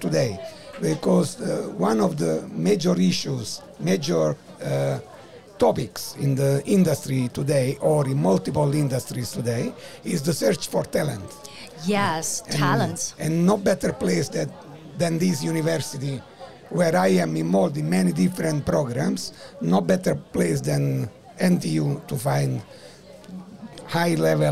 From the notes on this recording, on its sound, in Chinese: VISION 2022 臺大校園徵才博覽會-Live Podcast 05 特別企劃。